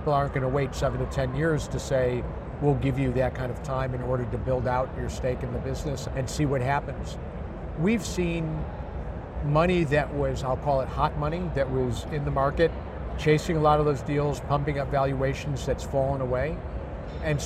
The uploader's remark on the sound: an Interview in Action live from HLTH ‘22